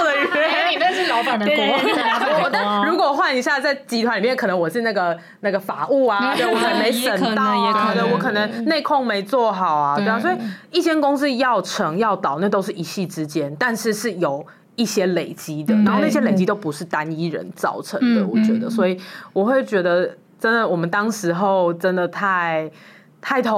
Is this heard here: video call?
no